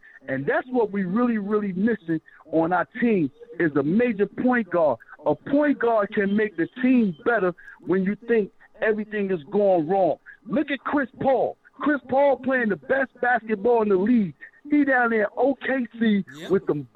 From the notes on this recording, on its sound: live phone calls from fans around the world